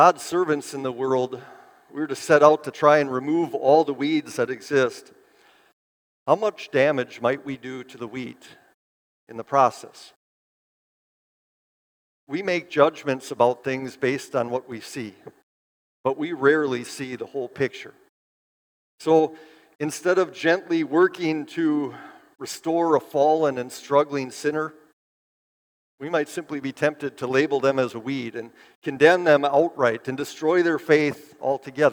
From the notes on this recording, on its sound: Bethany, Appleton, WI. Preached this sermon at Bethany's Sunday worship on July 23, 2023.